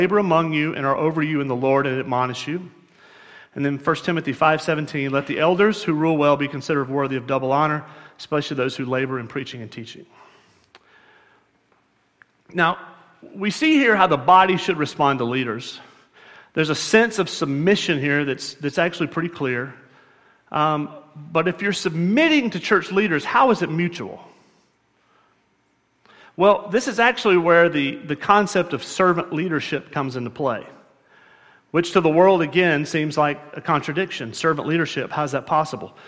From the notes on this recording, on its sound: At Murrieta Valley Church in Murrieta, California.